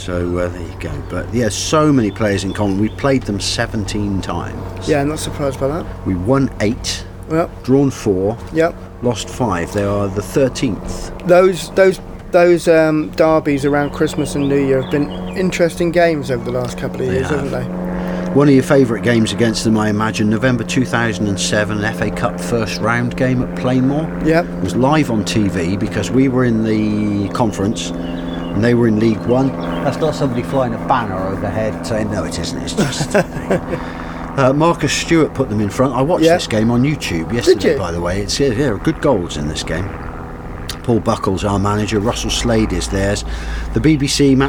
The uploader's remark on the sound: A Slow Chat in the Garden. The birds enjoyed listening to the two old men talking their way through the issues of the day while drinking coffee in a sunny garden. Enjoy the sound of two old men sitting in a Paignton garden talking about football.